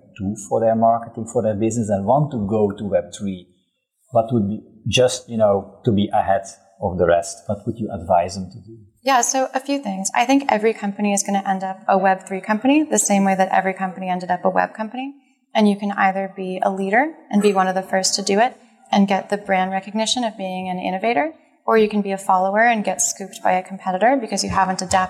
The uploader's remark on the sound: This episode was recorded in Media Village at Web Summit on November 4, 2022.